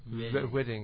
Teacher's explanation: That's because it's called a North London lazy tongue. Because my R is not the retroflex R, but it goes down below my front teeth in the bottom